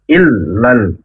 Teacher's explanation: i ditekan ke huruf lam, il, kemudian lanya dibaca, tapi jangan dipisah. Illal, nah, kalau dipisah, l-nya itu menjadi dua.